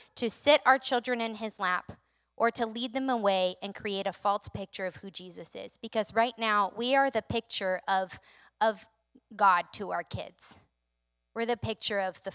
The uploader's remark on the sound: recorded on Sunday, April 3rd, 2022, during service at The Anchor Church in Rockport, Maine